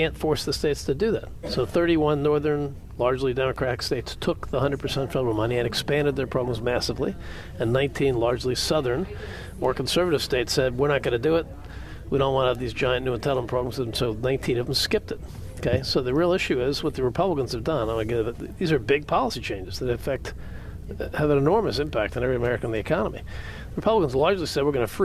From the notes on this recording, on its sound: Live from the National Medicare Advantage Summit in Arlington, Virginia.